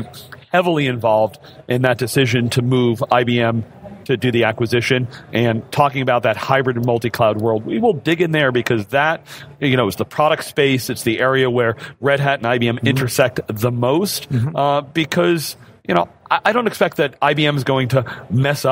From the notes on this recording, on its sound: Red Hat Summit 2019. Kick off day two of our coverage live from the BCEC in Boston, MA.